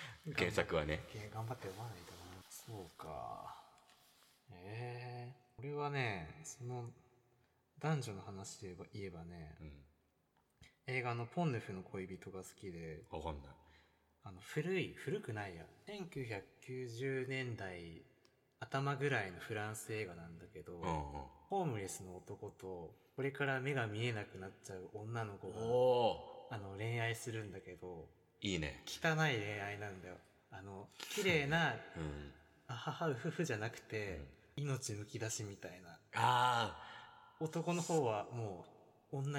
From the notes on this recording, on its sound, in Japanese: 全編エコーがかかっていますが